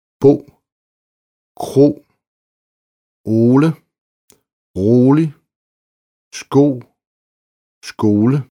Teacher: Langt O. Udtales mere åbent end svensk langt O.